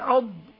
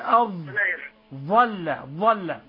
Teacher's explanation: أما الضاد فمن حافة اللسان مع ما يليها من الأضراس العليا · Shown in: first take